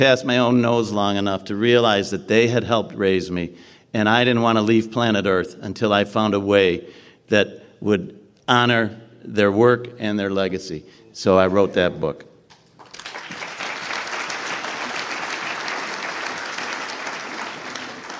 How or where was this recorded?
live audience